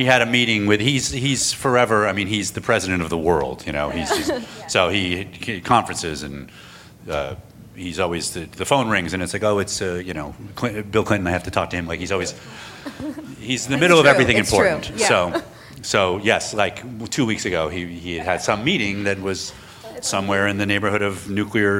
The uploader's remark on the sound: Recorded at ATX Television Festival